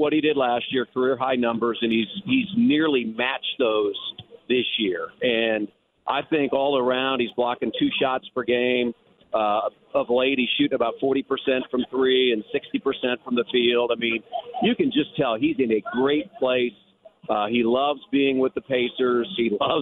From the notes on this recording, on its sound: wraps up the 2nd hour of the show with some phone calls!